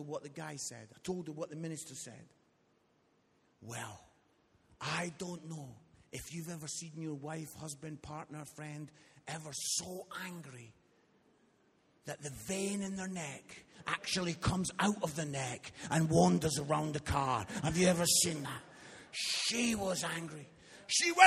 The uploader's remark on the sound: Recorded live at Life Church on Sunday 15th July 2018.